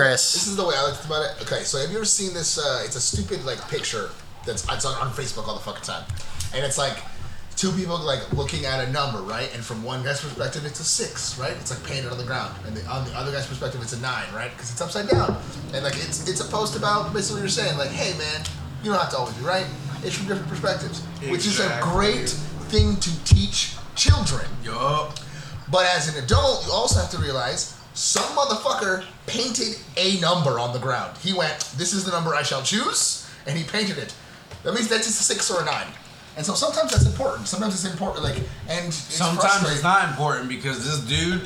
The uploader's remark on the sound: Sorry for the poor sound quality.